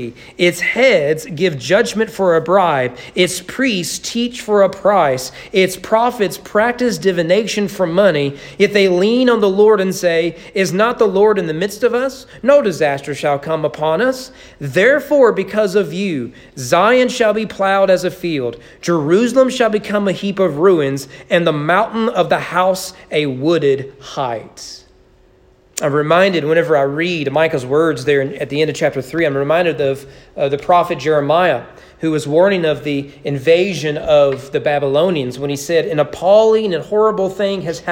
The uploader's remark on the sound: Sermon preached at East Frankfort Baptist Church. As part of the annual Candlelight Christmas service.